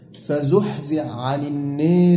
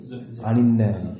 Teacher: يدغم حرف الحاء في حرف العين من موضع واحد فقط من القرآن · Term: الإدغام السوسي